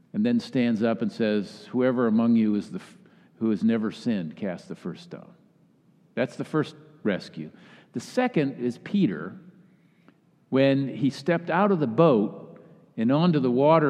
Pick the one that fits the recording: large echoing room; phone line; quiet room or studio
large echoing room